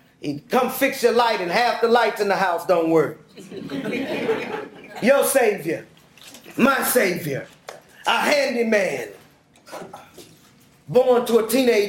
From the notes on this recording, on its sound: Delivers a Dean's lecture titled "The Liberation Theology of Ferguson".